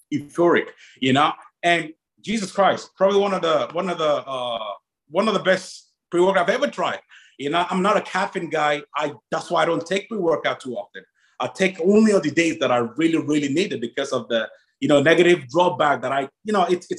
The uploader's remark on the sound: MuscleTech held their first ever virtual press conference. A PricePlow Podcast episode that was live in our Discord chat. Note that the podcast audio file includes MuscleTech’s press conference, which is then followed by our Podcast episode.